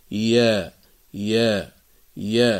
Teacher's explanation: وتخرج الياء من وسط اللسان مع ما يحاذيه من الحنك الأعلى، ورأس اللسان يكون تحت الثنايا السفلى · Term: الياء غير المادية